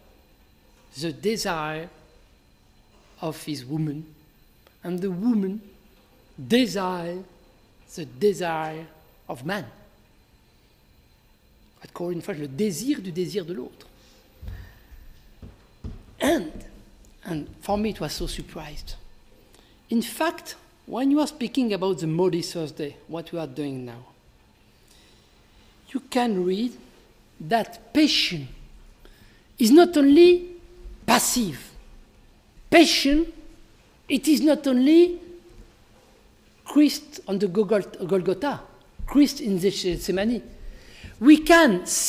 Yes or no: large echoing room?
yes